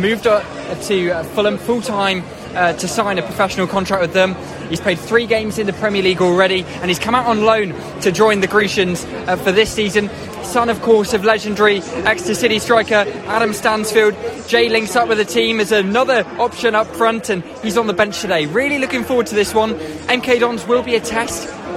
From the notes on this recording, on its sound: XpressionFM Sport once again return to St James Park. Live commentary of Exeter City's game against MK Dons.